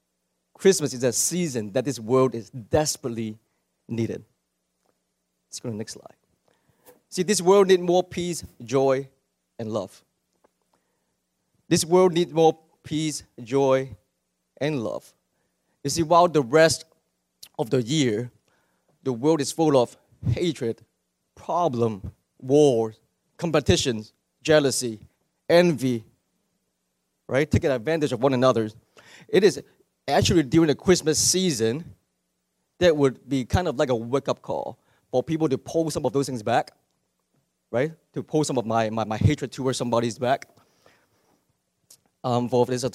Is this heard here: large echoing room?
yes